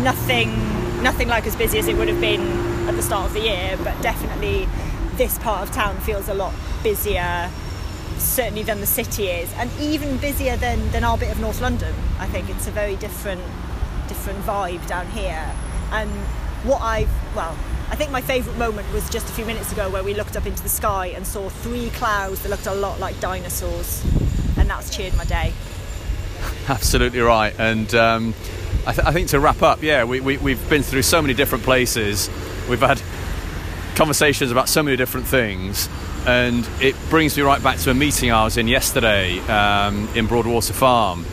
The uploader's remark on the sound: Walking & Talking Finsbury Park to Green Park